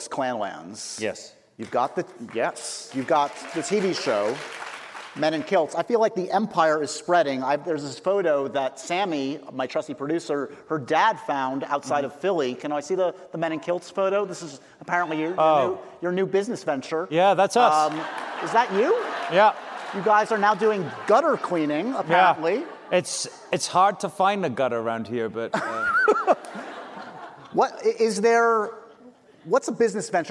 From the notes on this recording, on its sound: We went LIVE